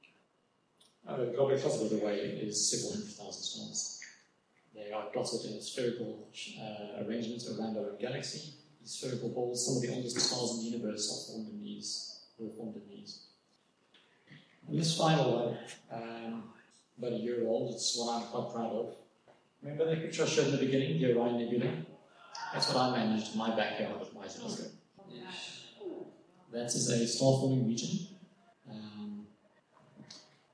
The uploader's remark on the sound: It's a recording of one of my public lectures on astrophotography. The have regular meetings, at which experts on diverse topics give a short talk to the members. The technical quality isn't great - the hall echoed and I suspect their recording was made through a different microphone to the one on the podium, but it's clear enough to hear what I'm saying. I've done my best to process it and clean it up a bit to improve the quality a bit.